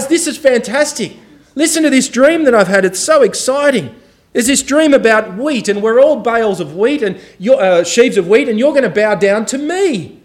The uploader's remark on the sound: This sermon was preached on May 14 2023 at all services of Helensburgh and Stanwell Park Anglican Church